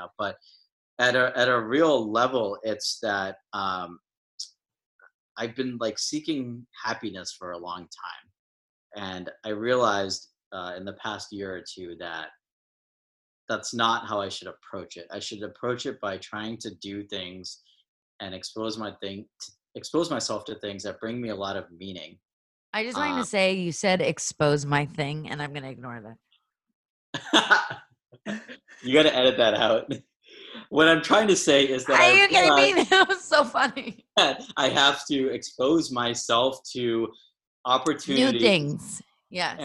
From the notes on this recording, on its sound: a little zoom chat